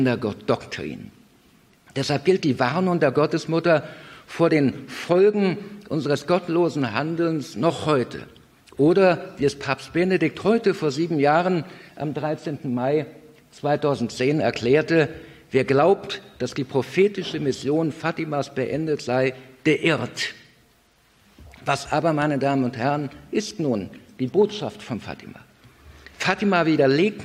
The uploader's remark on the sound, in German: Vortrag, der bei einer Veranstaltung von KIRCHE IN NOT in Kevelaer aufgezeichnet wurde